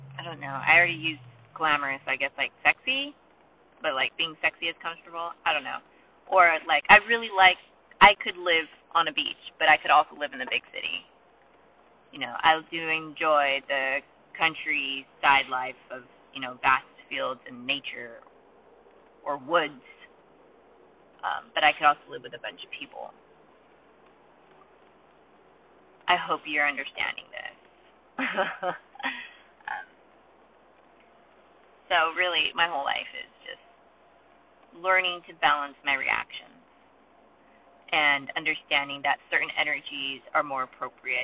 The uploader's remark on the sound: Recorded in my car during a down pour.